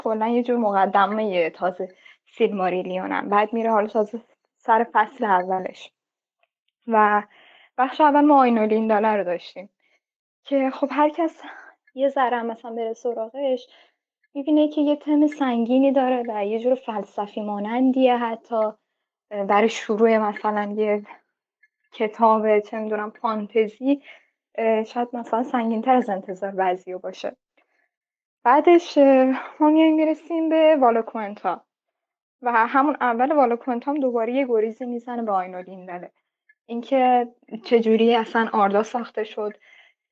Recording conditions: video call